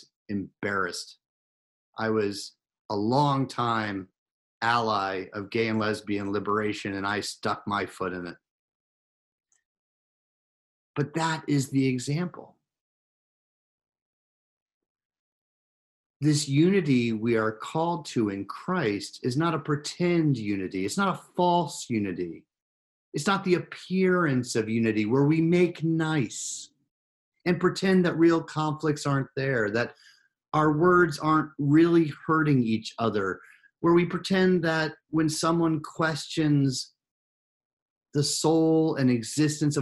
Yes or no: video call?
yes